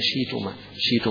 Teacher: أبو عمرو أيضا له في كلمة شئتما له الإبدال فيها شيتما